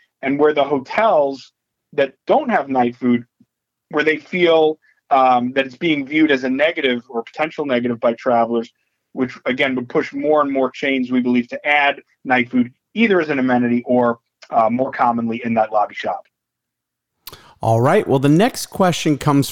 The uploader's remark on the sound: Nightfood March 2023 Conference Call